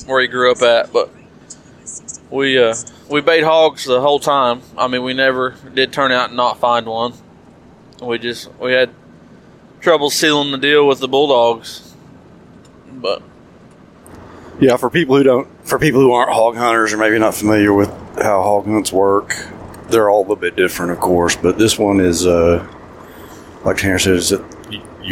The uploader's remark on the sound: On the drive home we recorded a run down of the hunt.